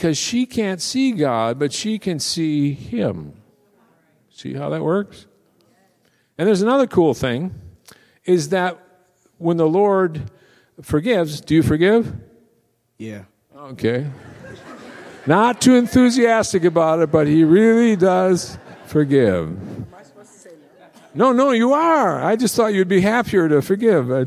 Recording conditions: large echoing room